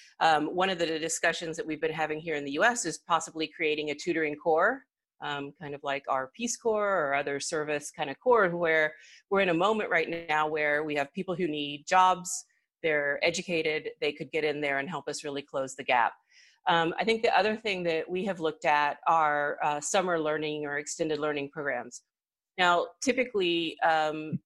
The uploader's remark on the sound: Webinar recording